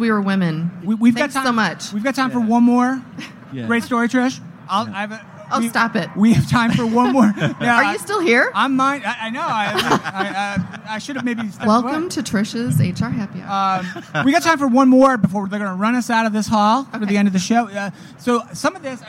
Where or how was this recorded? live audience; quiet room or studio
live audience